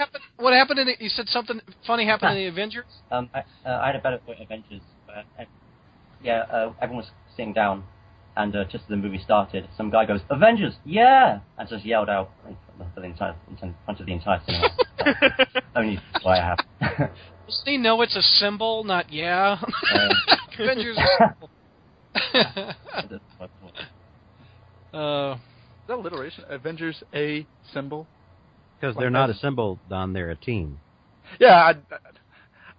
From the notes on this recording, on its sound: We continue to take live callers from around the world